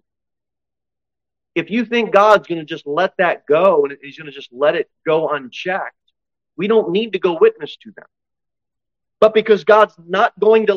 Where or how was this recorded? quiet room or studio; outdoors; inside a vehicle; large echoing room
large echoing room